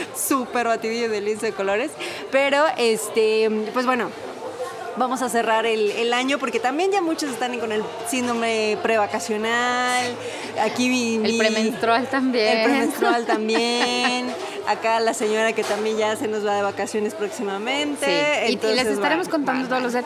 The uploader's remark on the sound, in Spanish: Esta vez bajo el ruido de un clásico dinner de la Ciudad de México, cubiertos, pláticas, meseras tomando la orden y mucha comida